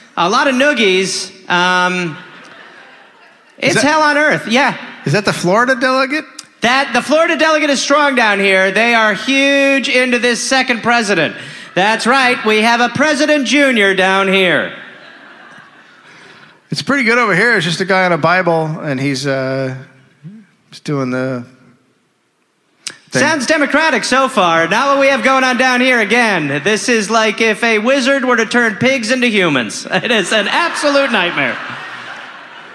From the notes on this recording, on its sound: (Live). Live at the Lincoln Theater in Washington DC.